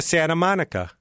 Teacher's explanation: But people go Santa Monica. They don't say the T.